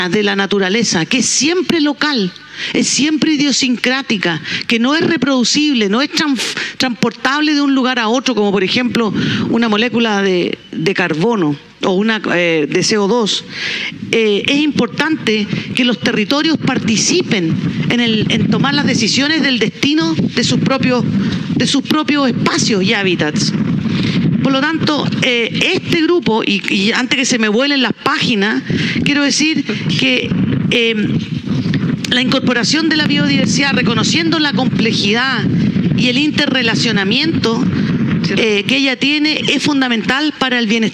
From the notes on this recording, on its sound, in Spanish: durante el Festival Puerto de Ideas Valparaíso 2021